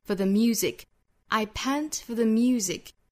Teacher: I pant for the music.中间的这个 for 和 the 是需要做弱读的，所以我们注意节奏是哒哒哒哒哒哒哒哒 for the music.